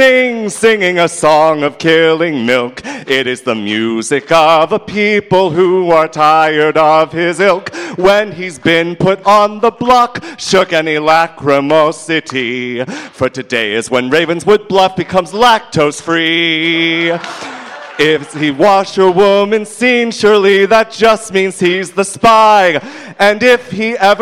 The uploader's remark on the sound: Grim Scenarios Live! From Las Vegas